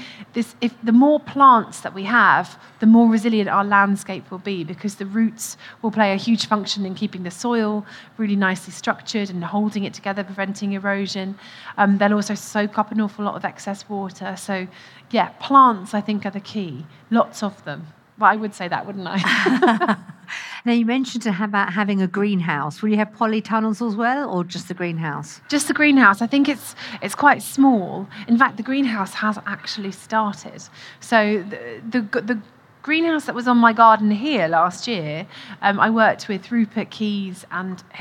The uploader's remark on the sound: Recorded at BBC Gardeners’ World Live